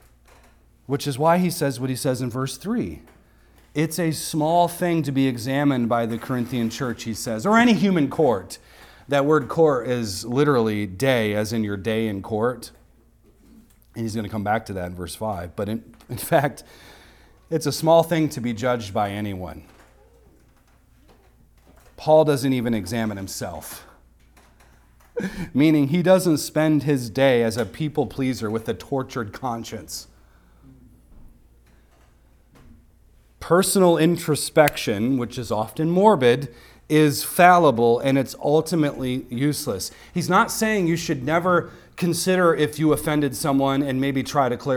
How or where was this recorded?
large echoing room